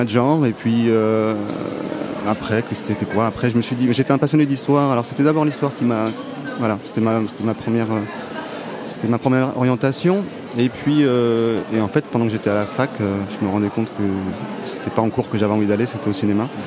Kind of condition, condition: setting, busy venue